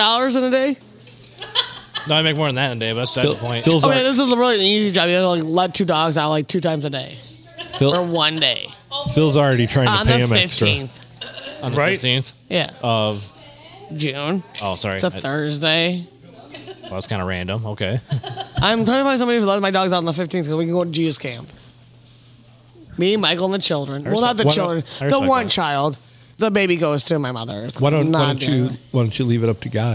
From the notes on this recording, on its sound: Recorded on a crazy Monday night at the Blue Water Sports Bar and Grill.